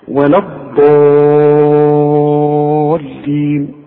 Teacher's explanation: الضالين دي بتمد ست حركات